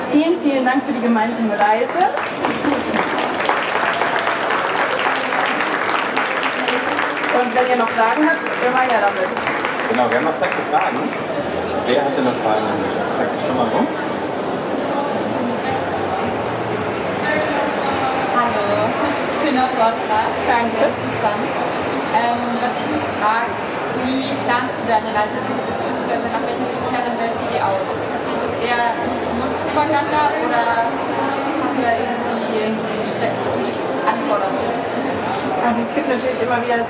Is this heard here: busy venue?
yes